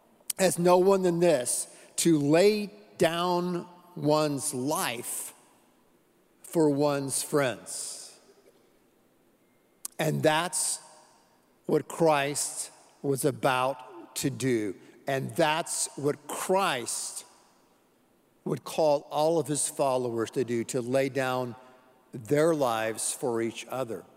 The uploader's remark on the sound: Live Worship Service